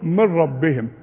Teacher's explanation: دي وبعدها راء الغيها ما تنطقهاش العلماء بيسموها ادغام كامل يعني النون بتخش في الراء ادغاما كاملا نقول من ربهم من راء ما قولش من وغن لا من